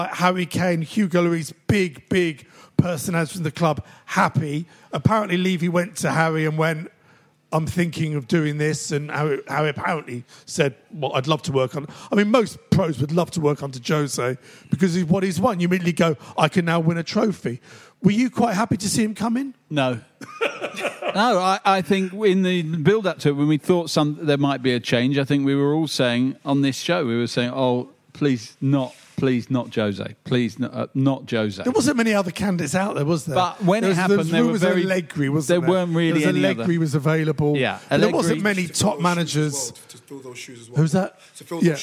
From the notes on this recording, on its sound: our Beehive Live Show